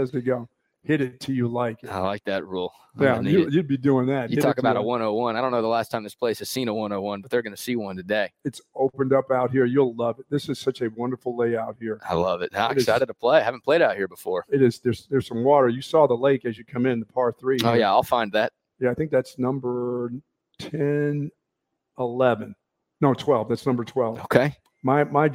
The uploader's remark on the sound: LIVE from Lakecliff Golf Club in Spicewood!